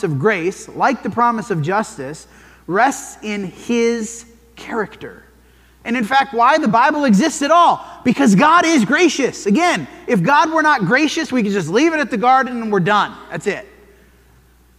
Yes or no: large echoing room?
yes